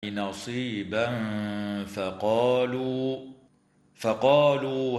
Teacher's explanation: ويخفى التنوين عند الفاء مع ترقيق الغنة